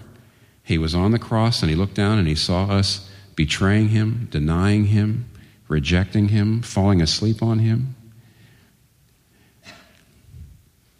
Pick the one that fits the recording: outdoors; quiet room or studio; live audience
live audience